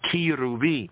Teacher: what we often say in the English with a ch sound, is really a ki